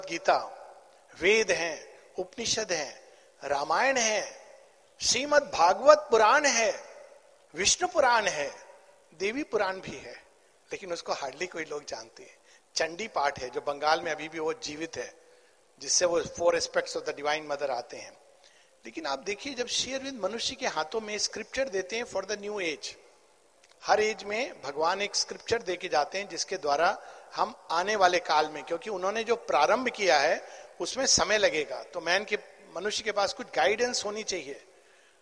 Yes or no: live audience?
yes